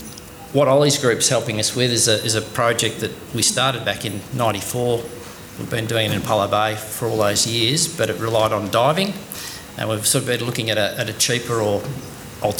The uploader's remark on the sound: Apollo Bay Seafood Festival 2023. Conversations on the Edge.